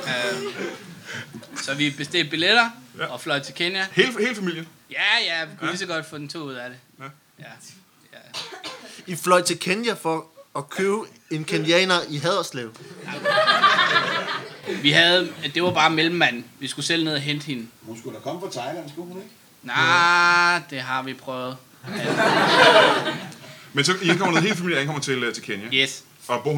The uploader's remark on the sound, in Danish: LIVE fra Warberg Comedy Club